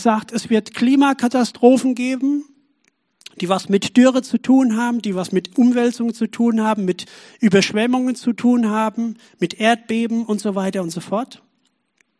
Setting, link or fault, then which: setting, large echoing room